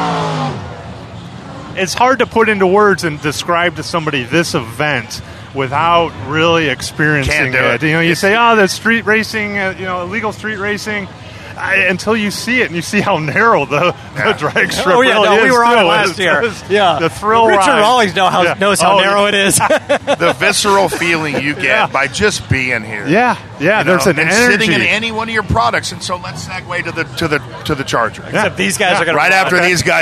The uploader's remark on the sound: Live from Roadkill Nights Powered by Dodge Event